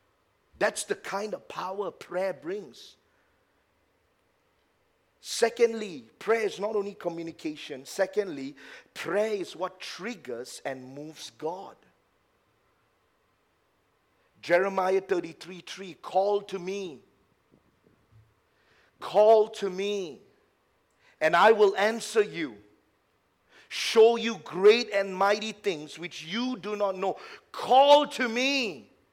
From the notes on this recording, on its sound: A message preached during our Tuesday service